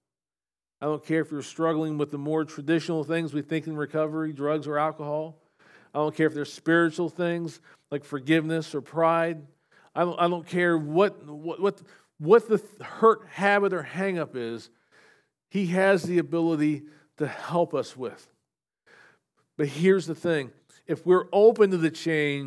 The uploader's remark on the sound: SVBC Morning Service. Recorded at Shenandoah Valley Baptist Church on Jan 21, 2024.